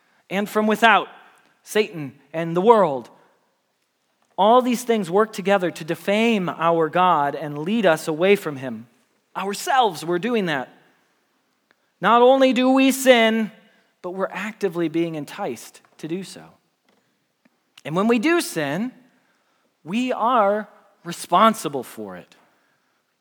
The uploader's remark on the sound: Message Preached at Valley Creek Church